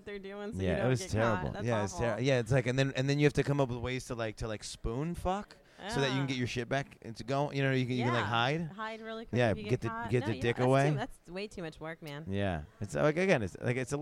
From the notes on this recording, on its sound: talk during Exxxotica in New Jersey